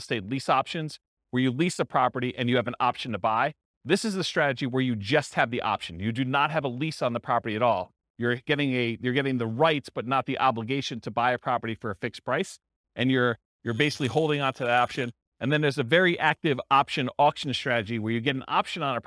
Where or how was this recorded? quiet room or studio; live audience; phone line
live audience